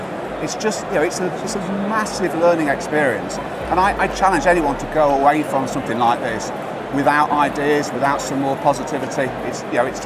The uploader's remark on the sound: Live from Europe's Biggest Event 'Accountex'. A series of live interviews from Accountex 2022 in London. AIBN were the official broadcast partners of the event.